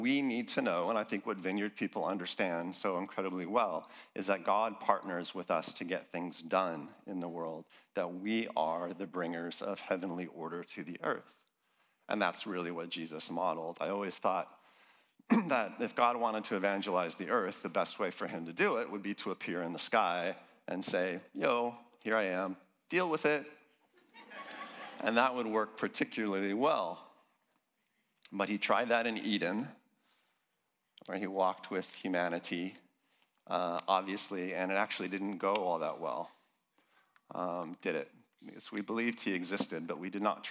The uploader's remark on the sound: Recorded live in Nottingham at the Vineyard Leaders' Gathering 2023.